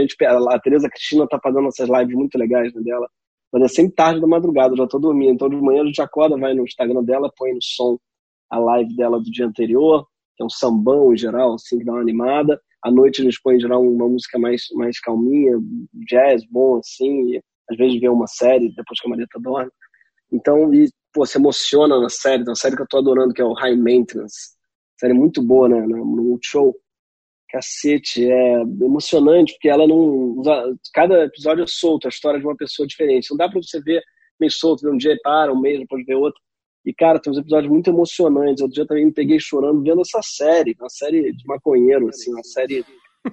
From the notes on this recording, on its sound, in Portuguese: a parte legal de gravar em casa é que o app zoom possibilita, além de escutar, ver as pessoas.